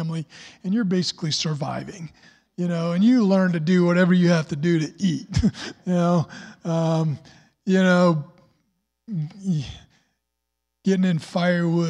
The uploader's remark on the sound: was recorded on Sunday, April 25th, 2021, during service at The Anchor Church in Rockport, Maine.